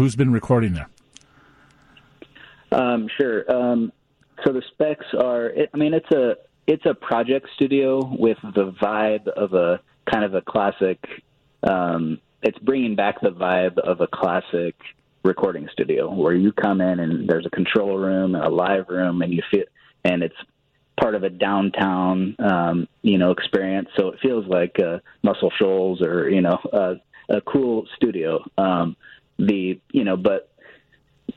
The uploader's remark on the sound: joins the conversation over the phone